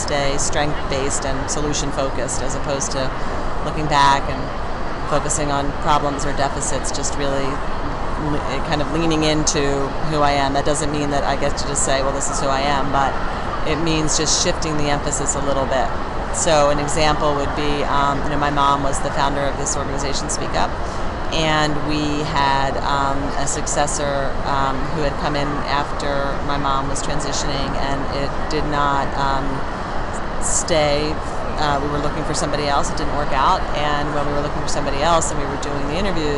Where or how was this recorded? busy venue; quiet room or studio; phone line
busy venue